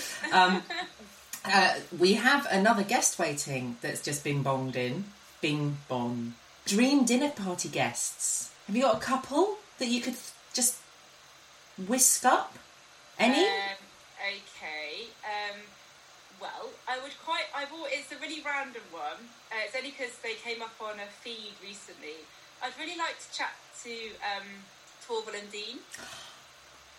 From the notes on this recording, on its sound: Apologies for the sound quality on the podcast, I can't control my guests.